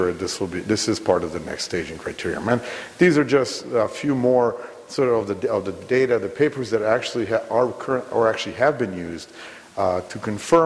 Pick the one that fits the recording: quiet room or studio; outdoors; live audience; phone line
live audience